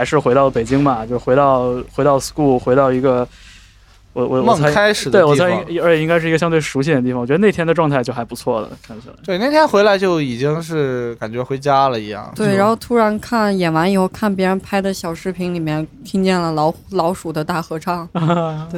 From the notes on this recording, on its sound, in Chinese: 在夏入秋的一个周末晚上。坐在人美大厦的院子里。